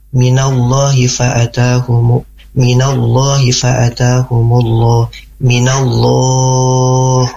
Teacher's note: Itu kan lam di lafad Allahnya kan tebal ya.